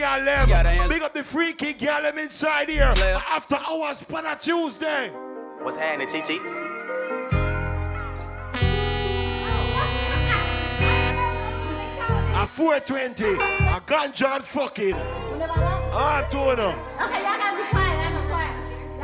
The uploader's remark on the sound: LIVE IN Los Angeles 4/20 (CLUB UPPERCLASS)